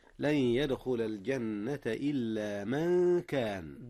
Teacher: أخفيت نون من قبل الكاف من كان، والكاف من حروف الإخفاء